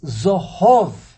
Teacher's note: when you have a double komatz, it's zohov, the emphasis is on the end of the word